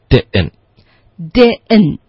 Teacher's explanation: 那 didn't 呢，我们这个时候可以用一个喉音停顿